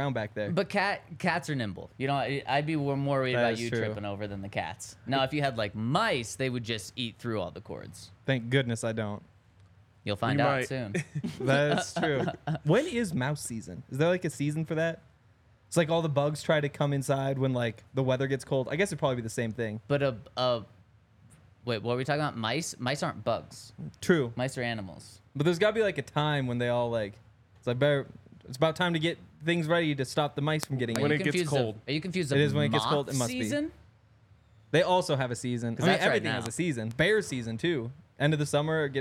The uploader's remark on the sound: coming to you LIVE from the DNVR Bar